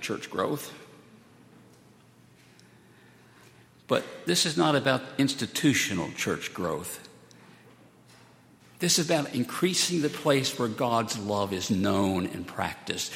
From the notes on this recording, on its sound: at Highland Baptist Church